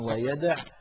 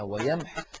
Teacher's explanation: فيحذف حرف المد وهو الواو في الوصل